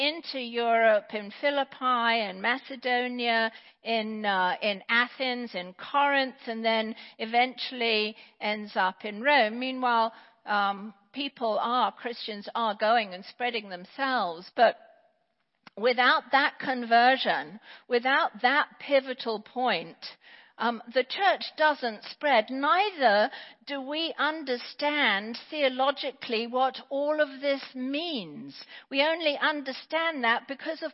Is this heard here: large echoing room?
yes